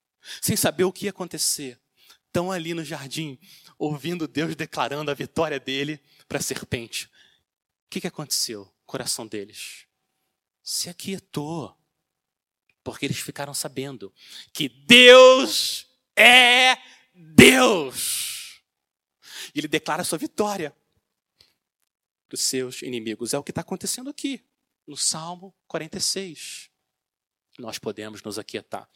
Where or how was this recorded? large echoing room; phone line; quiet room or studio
large echoing room